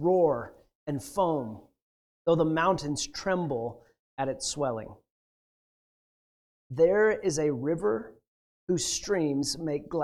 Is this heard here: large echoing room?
yes